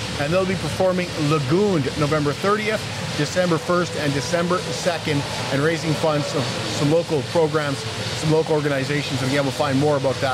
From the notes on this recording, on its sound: Live from the Stockade Round-Up at the Lloydminster Exhibition Association.